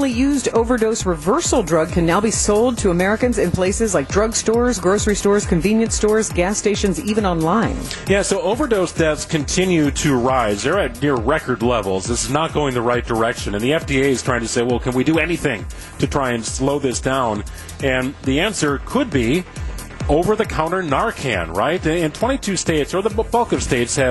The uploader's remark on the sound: live broadcast from the 2nd annual Brewers Eve Bash at The Barrel Yard